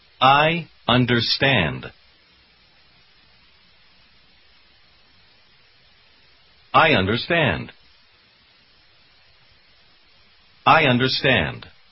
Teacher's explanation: Вы слышите, что эти два слова произносятся почти слитно?